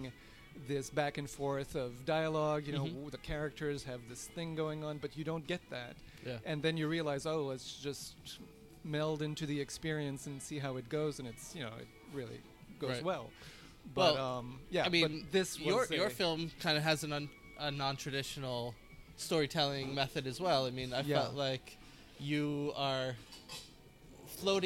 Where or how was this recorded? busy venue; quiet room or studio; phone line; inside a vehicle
busy venue